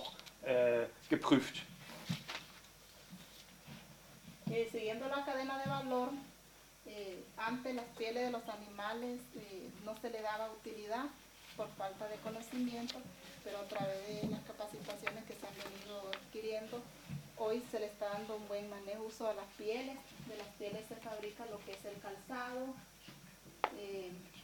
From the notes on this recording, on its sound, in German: Mitschnitt des Vortrags. Auf der INKOTA Herbsttagung in Brandenburg.